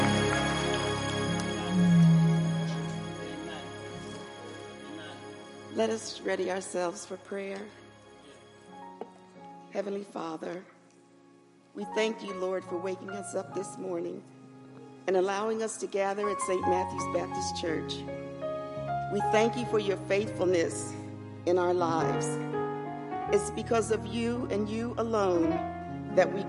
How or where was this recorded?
large echoing room